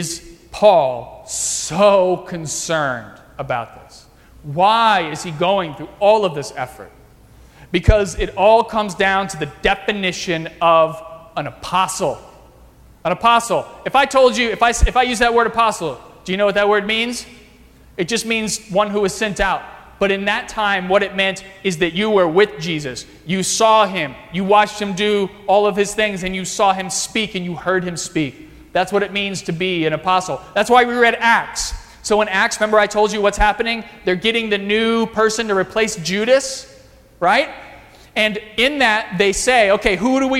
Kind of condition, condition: setting, large echoing room